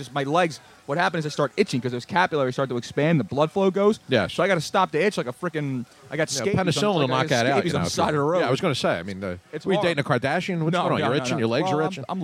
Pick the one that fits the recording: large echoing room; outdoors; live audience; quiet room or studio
outdoors